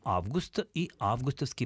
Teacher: Конечно, мы говорим «август», и «августовский» производным прилагательным ударение сохраняется на том же первом слоге, что и у существительного.